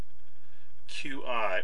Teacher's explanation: The Lushootseed Q is not the same as it is in English. It is sometimes like the English K, but pronounced further back in the mouth.